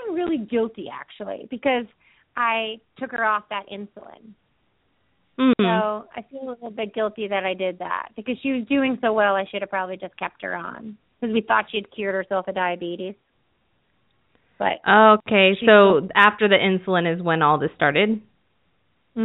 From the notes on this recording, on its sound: open up the lines for listeners to call